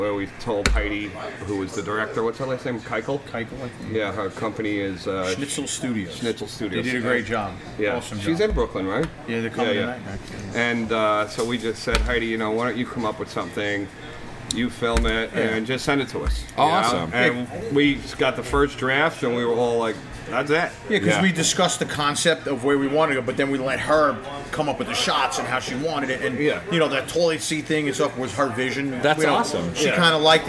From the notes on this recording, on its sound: Recorded on December 3rd, 2017 on location at The Kingsland music venue in Brooklyn, NY. Grabbing a chance to speak with the band before playing The Kingsland.